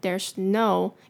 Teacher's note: 这个 there's 的 S 跟 no. There's no, 可以连在一起